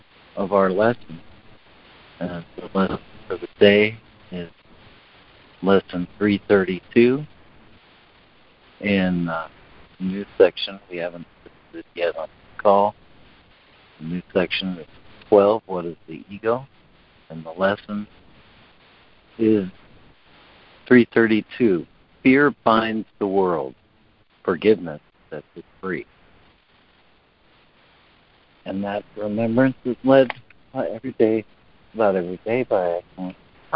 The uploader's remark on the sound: ACIM Daily Conference Call